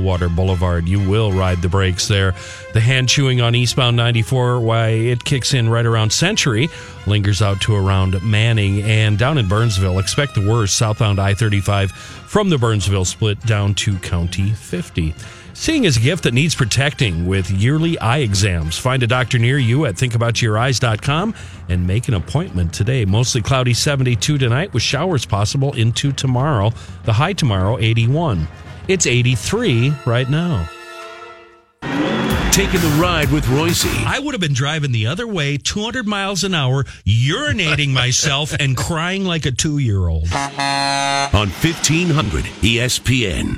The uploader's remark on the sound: live at the 3M Championship at the TPC